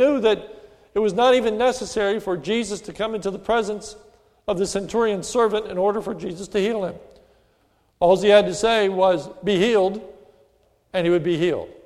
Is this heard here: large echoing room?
yes